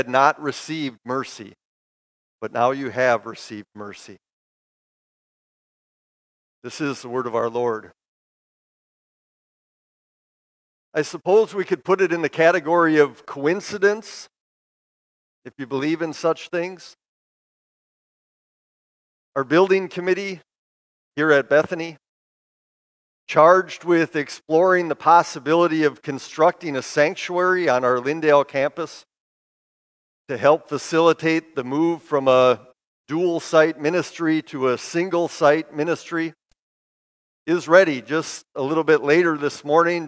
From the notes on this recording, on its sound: Bethany, Appleton, WI. Preached this sermon at Bethany's Sunday worship on May 7, 2023.